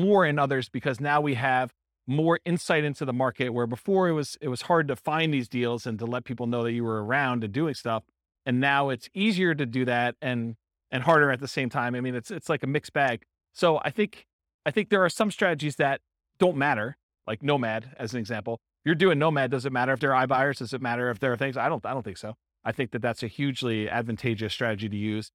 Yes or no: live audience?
yes